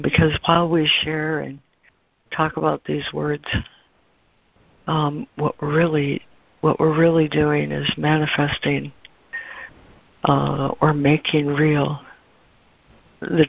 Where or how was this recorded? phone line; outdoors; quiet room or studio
phone line